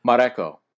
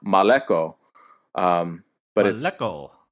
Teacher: In Samoa, the R is actually an L, which a lot of Asian languages do. · Shown in: second take · The R's and L's are interchangeable, and it's actually pronounced Maleko.